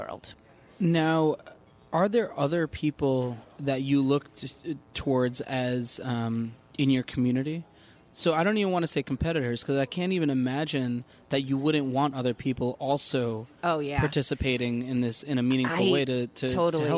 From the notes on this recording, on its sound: At the 2017 WEAR Conference in San Francisco.